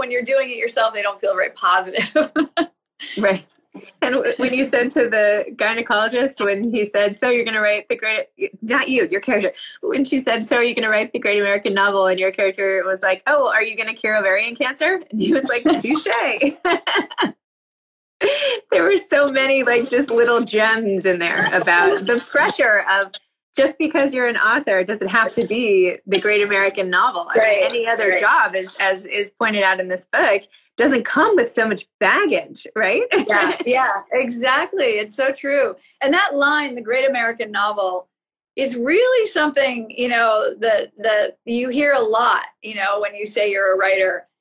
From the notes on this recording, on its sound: which I did via Instagram Live in conjunction with the Montclair Literary Festival